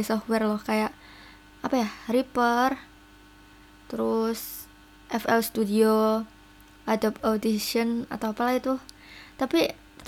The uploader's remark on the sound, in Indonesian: Maaf suara kipas anginnya emg ngganggu.